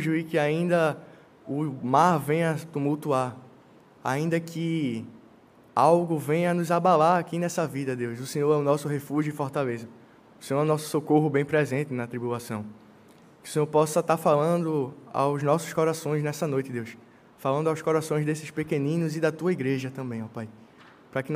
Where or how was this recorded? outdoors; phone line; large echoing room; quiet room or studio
large echoing room